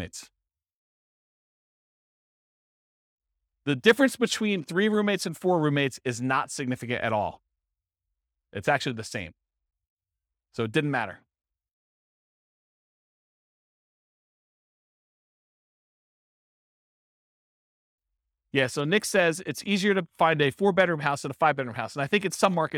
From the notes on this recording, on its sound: This was a live class recorded.